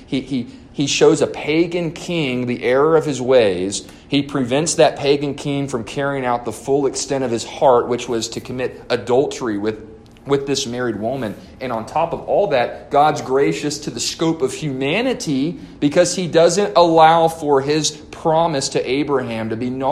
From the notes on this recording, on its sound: A lesson delivered to the Adult Sunday School class at First Baptist Church-Inez